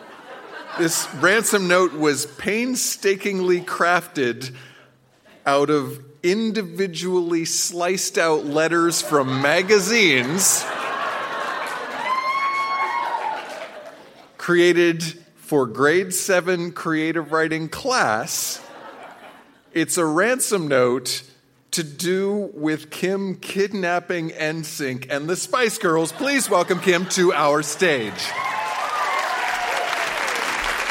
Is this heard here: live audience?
yes